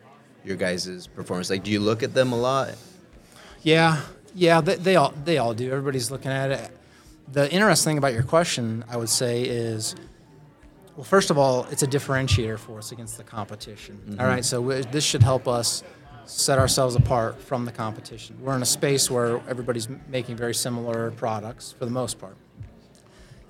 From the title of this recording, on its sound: SOCAP Spring Symposium Podcast Booth '23